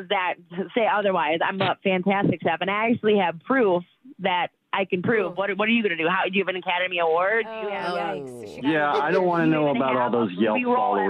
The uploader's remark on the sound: The guy on the phone today